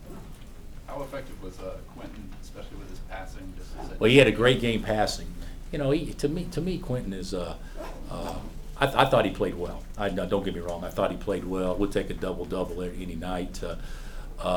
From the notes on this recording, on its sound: Press conference after win over Vermont.